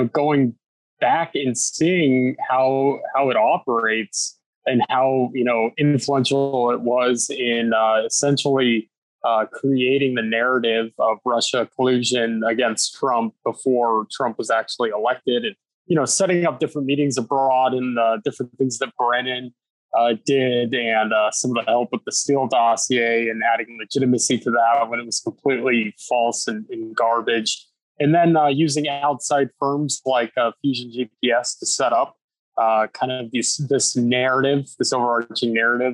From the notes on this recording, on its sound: Sits down over Zoom.